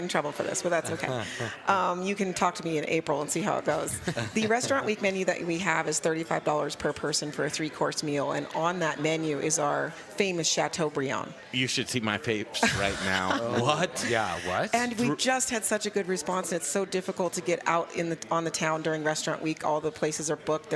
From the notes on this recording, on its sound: We're live from Salvage Restaurant in Aurora!